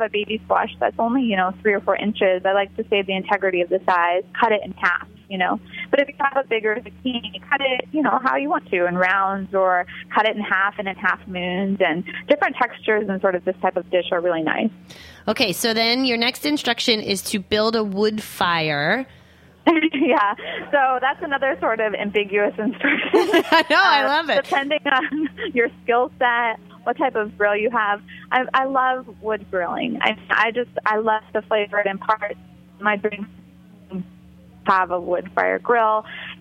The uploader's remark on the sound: joined via phone